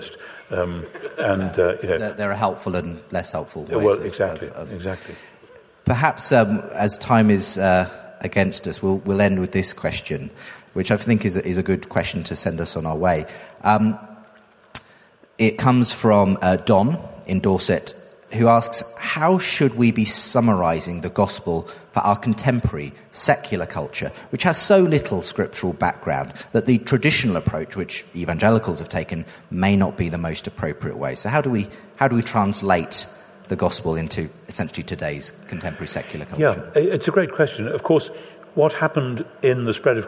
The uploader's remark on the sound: Live in London. Hosted by SPCK and recorded live at Westminster Chapel London with an audience Q&A.